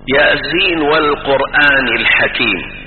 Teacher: وبعضهم أدغم النون، نون لفظ السين مع الواو، فقال ياسين و، يعني وضعوا جعل الياء ممالة والسين إنما نون السين، لأن هذه الألفاظ إنما تنطق بأسمائها، لا نقول يس وإنما نقول يا أي يا وسين.